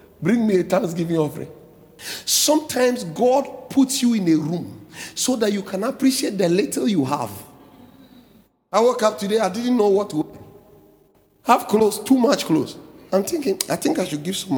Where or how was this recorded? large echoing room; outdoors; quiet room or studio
large echoing room